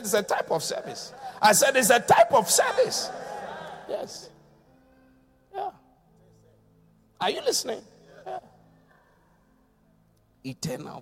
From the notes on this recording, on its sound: Preached at The Qodesh. Encounter Service.